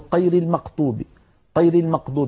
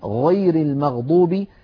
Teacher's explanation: يعني مثلا بعض أهل تلك المناطق يقولون قير المقطوب، قير المقطوب بالفاتحة بدلا من غير المغضوب، يشوبون صوت الغين بشيء من القاف · Shown in: first take